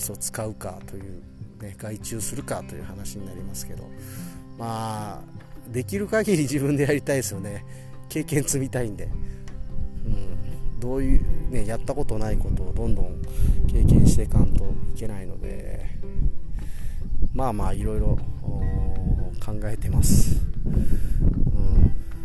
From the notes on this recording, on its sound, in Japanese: スマホ復活して久しぶりに畑で収録。